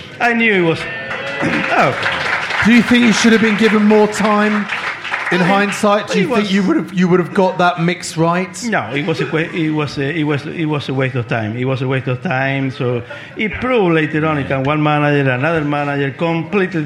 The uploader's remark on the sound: the live show with just 300 very close friends